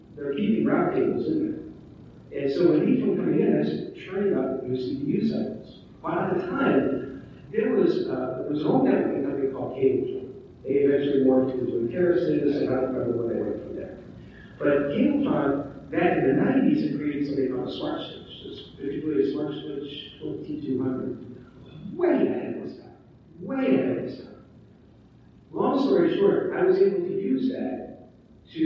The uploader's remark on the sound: Recorded at the Middle Tennessee Cyber Conference. We had technical issues with the primary video and audio recording so this recording is not quite up to our standards.